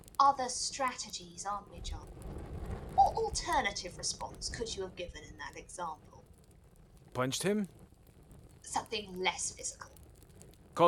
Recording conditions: poor sound quality